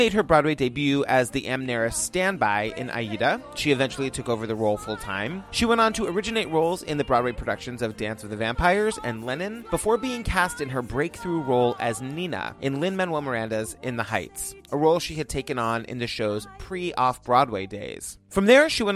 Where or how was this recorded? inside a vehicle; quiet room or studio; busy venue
busy venue